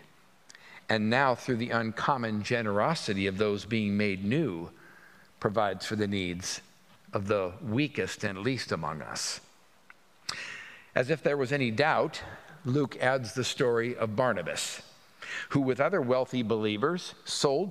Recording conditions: live audience